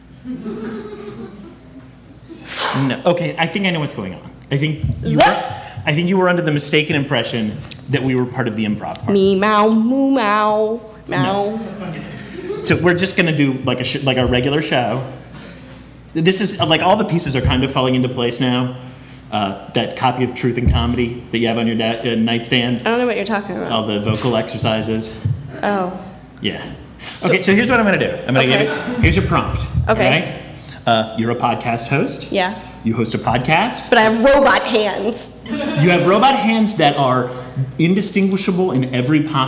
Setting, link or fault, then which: setting, live audience